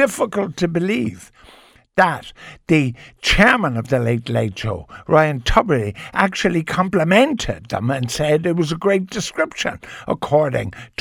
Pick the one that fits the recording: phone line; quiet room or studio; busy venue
quiet room or studio